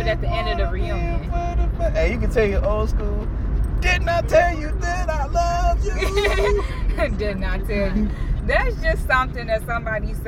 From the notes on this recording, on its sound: We talk nonsense in the car while Marley the dog freaks out in the back seat.